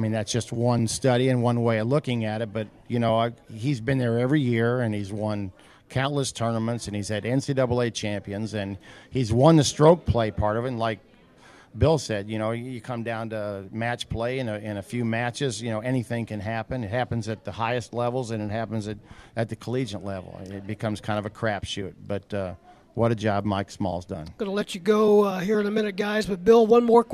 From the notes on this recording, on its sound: broadcast live from the Kiwanis pancake breakfast at Bromley Hall